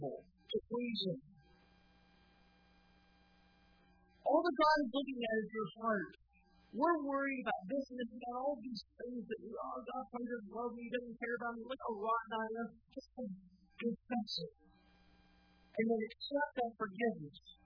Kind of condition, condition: setting, large echoing room